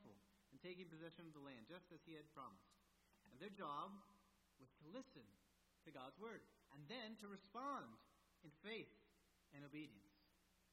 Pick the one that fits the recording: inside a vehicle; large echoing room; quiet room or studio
large echoing room